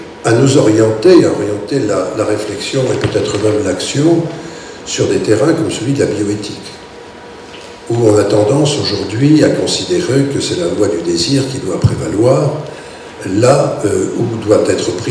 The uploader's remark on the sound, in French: Echanges avec le public.